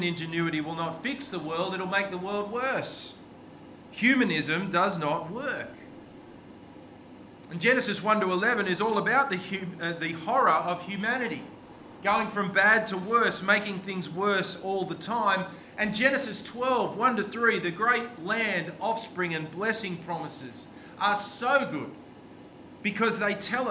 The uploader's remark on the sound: This sermon was preached on 2nd July 2023 at all services of Helensburgh and Stanwell Park Anglican Church.